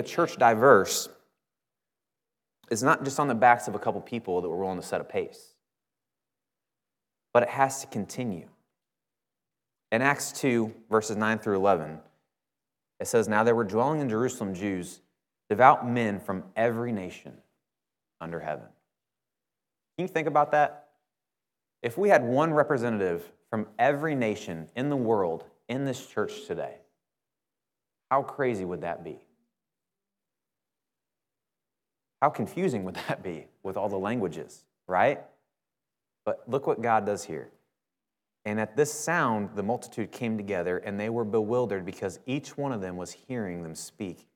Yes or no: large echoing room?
yes